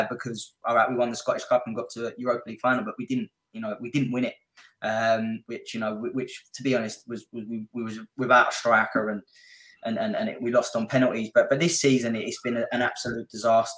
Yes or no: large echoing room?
no